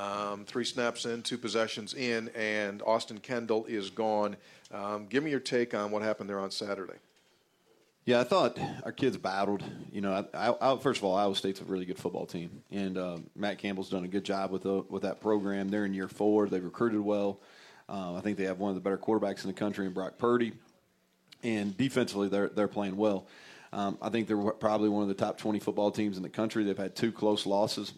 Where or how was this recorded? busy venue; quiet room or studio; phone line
busy venue